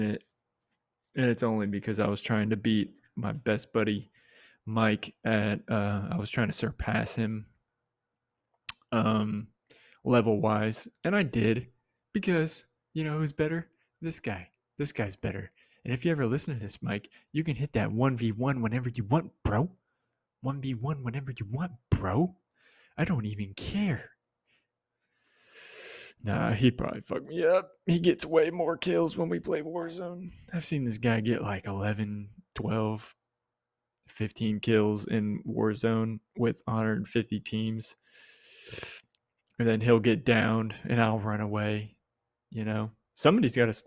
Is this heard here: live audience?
no